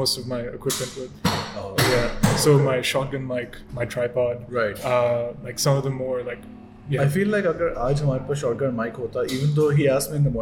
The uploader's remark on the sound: In a LIVE episode in possibly the noisiest cafe we could find.